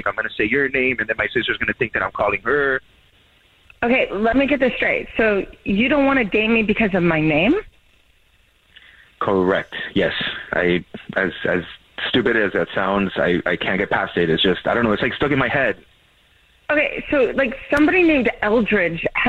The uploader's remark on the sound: We get that other person on the phone